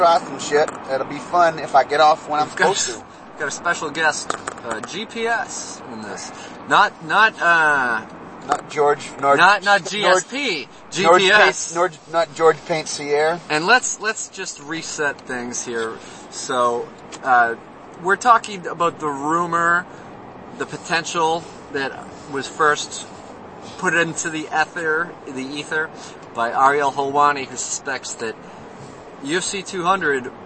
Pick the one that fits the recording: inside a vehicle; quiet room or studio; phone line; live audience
inside a vehicle